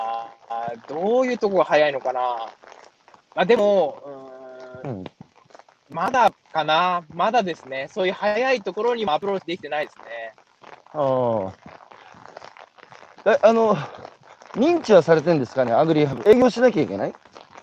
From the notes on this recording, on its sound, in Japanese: 歩きながら1時間、対談する